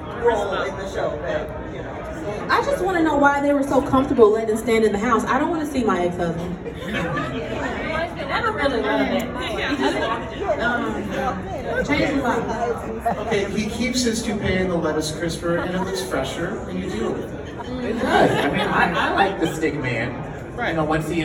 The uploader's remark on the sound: Live from Goldencon 2023! Recorded in front of a live studio audience from The Rusty Anchor stage!